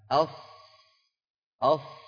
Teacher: انظروا إلى مؤخر اللسان كيف فيه ارتفاع، لأن الصاد مستعلية